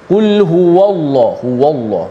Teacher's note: sebab lam pada lafaz Allah tu ditebalkan jadi waw tu turut tebal